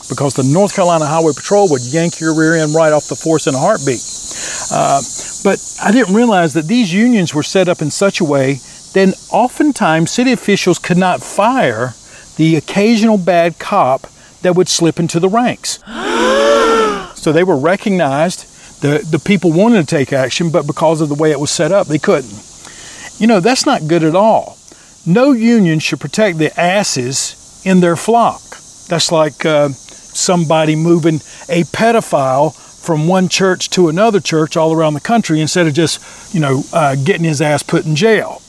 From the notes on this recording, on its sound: This Episode Recorded outside before practice